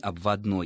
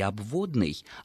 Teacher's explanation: Мы уже многократно отвечали на вопросы, связанные с этим смещением ударения с окончания прилагательных мужского рода на основу